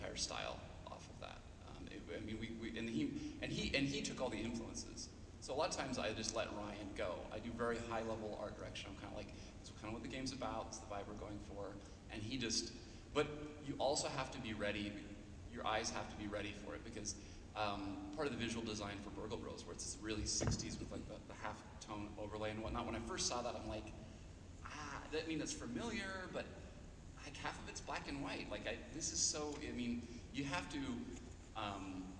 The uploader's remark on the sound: CEO Panel at pax unplugged